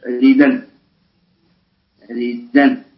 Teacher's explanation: ورش ينقل حركة الهمزة ويحذفها وتصير الدال متحركة بحركتها · Term: النقل